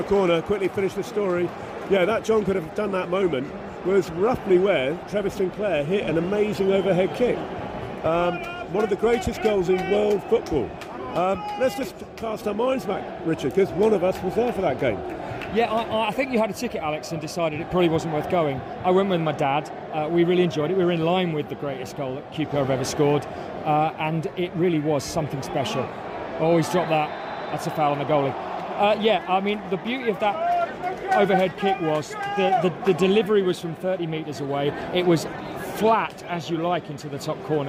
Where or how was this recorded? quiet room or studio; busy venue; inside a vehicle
busy venue